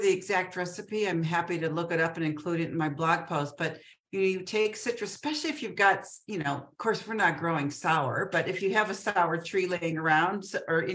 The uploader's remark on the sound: A relaxed conversation in a Zoom room with a special guest (or two) to cover useful gardening topics, and they answer questions from the live listening audience.